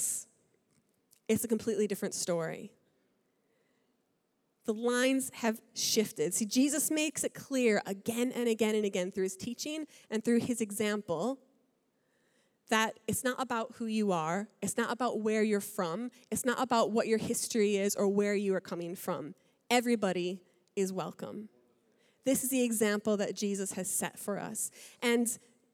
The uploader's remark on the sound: Recorded live at Life Church on Sunday 11th August 2019.